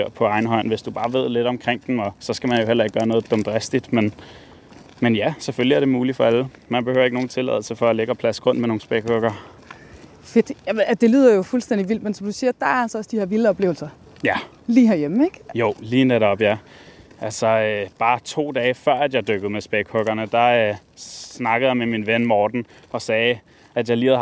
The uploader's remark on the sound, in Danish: I dagens afsnit bliver lytterne inviteret med til årets naturmøde i Hirtshals. Sneget sig til et hemmeligt møde i klitterne ved Hirtshals. Låne sofaen på Lifescenen. Til en times livesending.